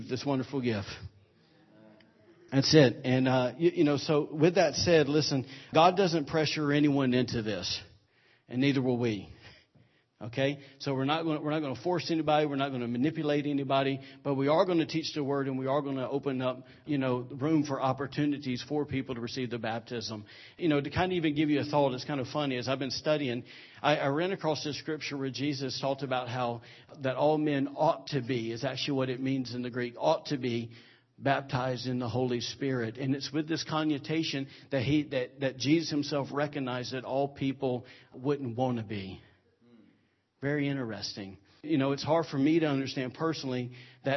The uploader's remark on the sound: recorded on Sunday, February 12, 2017 during Sunday morning service at Celebration Life Family Church